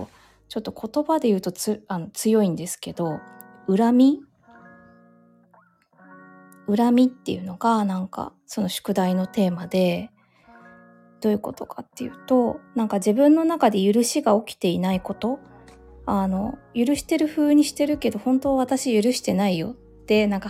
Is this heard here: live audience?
no